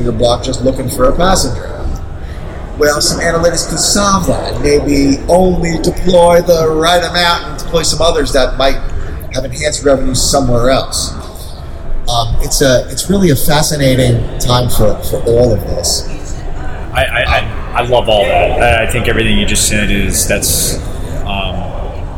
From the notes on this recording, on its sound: Today we're broadcasting live from the ARC forum here in orange in sunny Orlando, Florida.